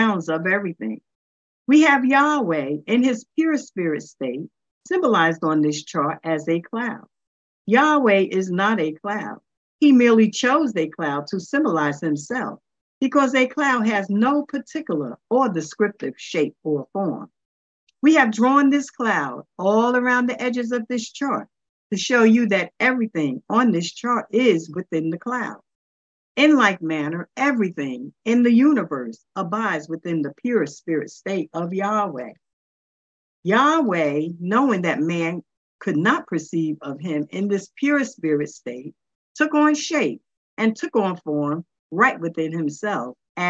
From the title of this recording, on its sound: Charlotte NC Zoom Class